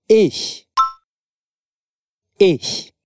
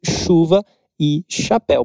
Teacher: o som que a gente faz não é aquele chiado mais forte que temos no português · Shown in: first take · Term: CH fraco